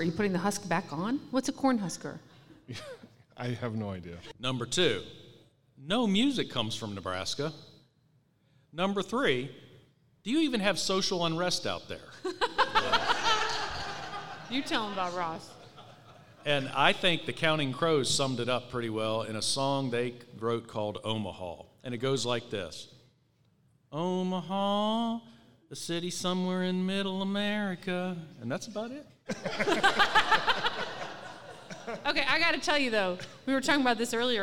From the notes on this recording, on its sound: LIVE! From the 67th Annual IRWA International Conference. LIVE from the 67th Annual International Conference in San Antonio, Texas!